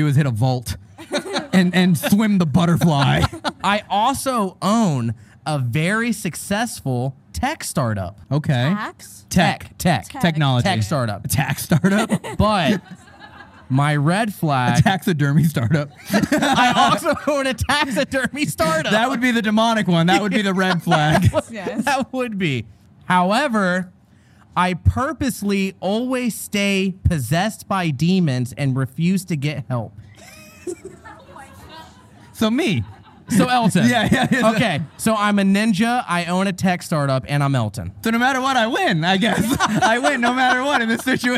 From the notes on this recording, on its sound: This episode was filmed in front of a live audience at the haunted Buffalo Naval Park in Buffalo, New York on August 23, 2022.